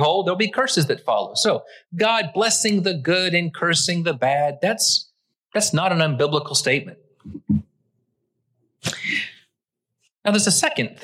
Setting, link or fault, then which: setting, large echoing room